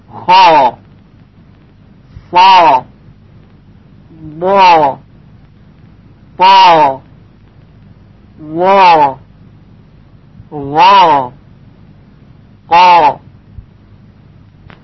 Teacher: میبینیم که صدای این 7 حرف درشت شنیده میشه، یعنی تفخیم میشه